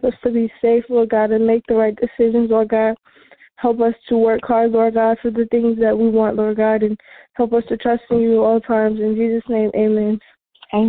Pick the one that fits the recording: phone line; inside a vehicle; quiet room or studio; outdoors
phone line